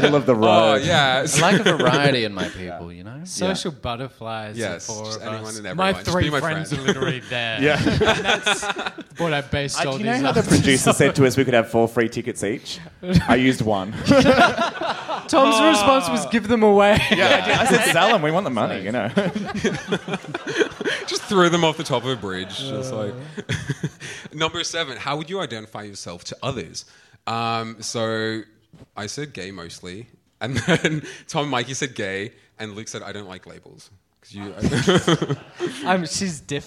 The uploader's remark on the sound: The Gays Are Revolting Live in Melbourne, again! In front of a sold-out crowd in Brunswick.